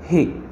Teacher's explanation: Il est aspiré comme en anglais dans horse.